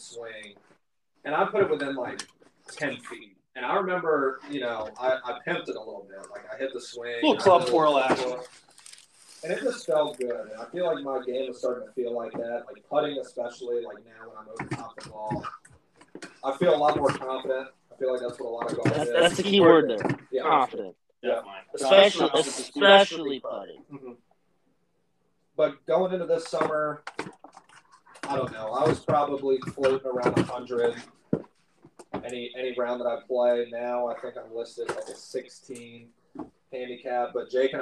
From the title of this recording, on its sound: poor audio